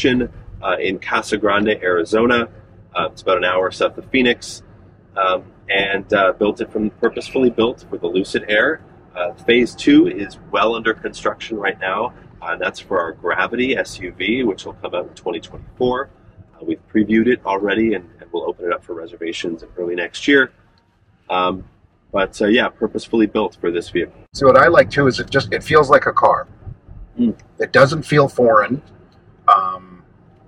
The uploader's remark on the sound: "LIVE" at the Vancouver showroom